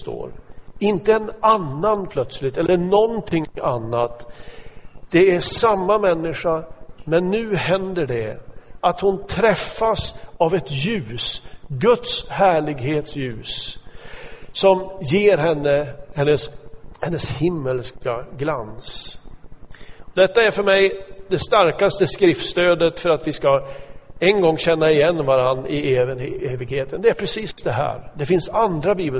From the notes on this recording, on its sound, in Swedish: Inspelad i Smyrnakyrkan, Göteborg 2014-11-02.